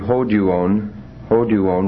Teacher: So it would be hoduon, hoduon with omega. And the accent's on the first syllable again here because the suffix is short. But it's not a circumflex, it's just an acute.